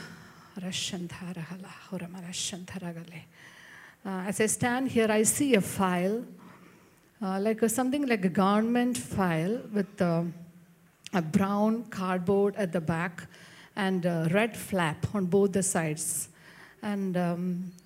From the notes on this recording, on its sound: preached at Sunday Service on 25 February 2024 at Revelation Church